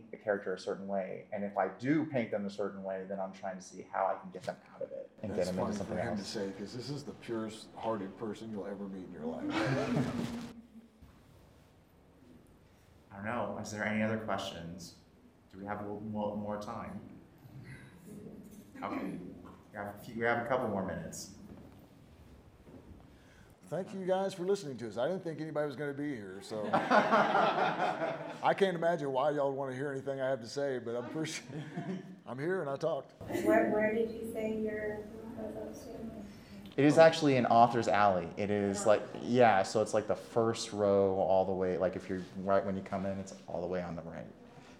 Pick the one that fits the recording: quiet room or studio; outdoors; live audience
live audience